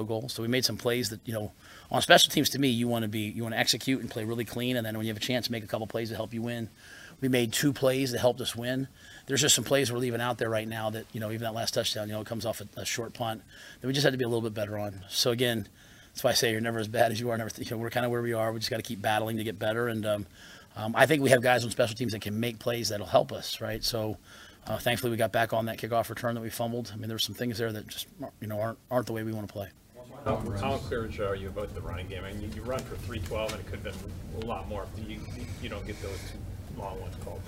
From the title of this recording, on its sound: Post Game Press Conference